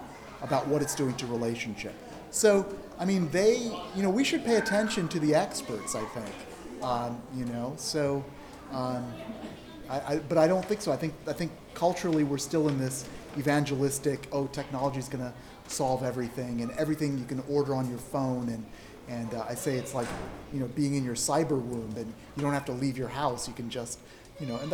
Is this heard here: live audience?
yes